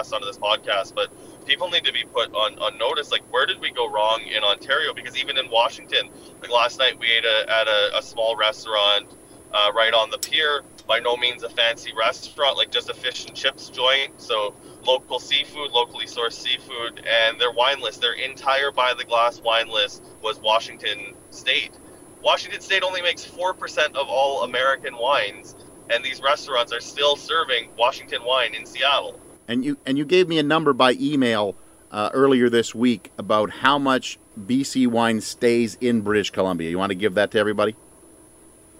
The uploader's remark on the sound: In The Car Interview. En route to Oregon from the Okanagan.